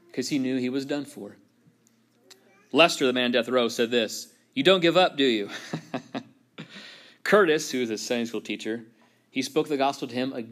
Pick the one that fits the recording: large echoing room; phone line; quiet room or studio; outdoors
large echoing room